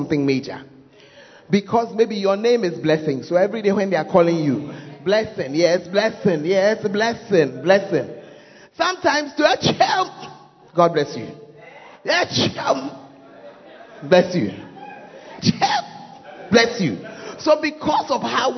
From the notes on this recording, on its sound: Preached At First Love Center, Ayeduase (Gathering Service).